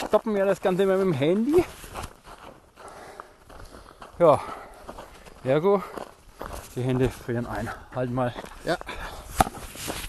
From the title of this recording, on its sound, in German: live dabei beim Coronakreis Ultralauf